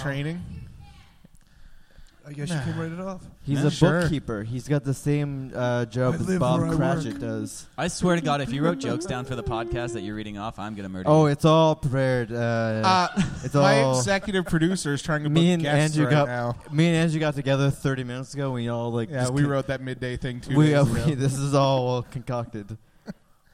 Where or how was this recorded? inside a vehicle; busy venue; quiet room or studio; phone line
busy venue